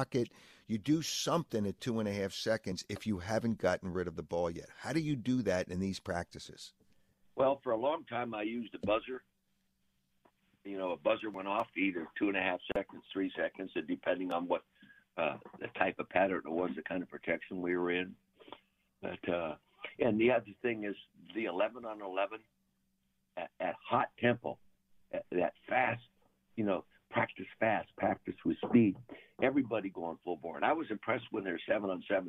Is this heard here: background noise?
no